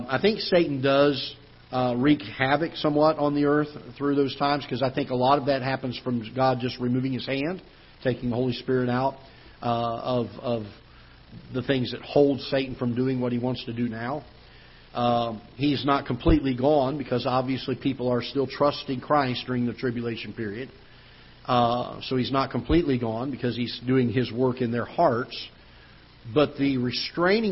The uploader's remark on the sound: Ketha Heights Baptist Church ~ Live Broadcast